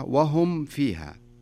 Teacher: هنا الميم إذا جاء بعدها حرف الفاء، الميم الساكنة إذا جاء بعدها حرف الفاء نكمل الميم كاملة بدون إخفاء